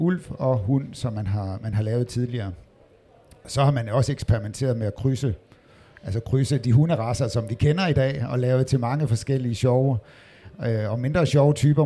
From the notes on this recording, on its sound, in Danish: Podcasten er taget på Folkemødet